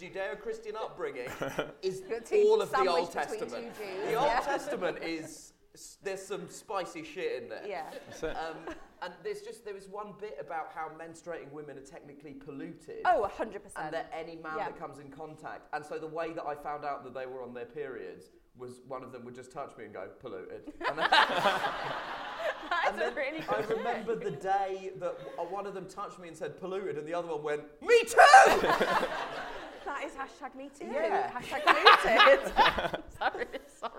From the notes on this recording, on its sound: Live at Kings Place. This time it's LIVE! Recorded at the mighty Kings Place.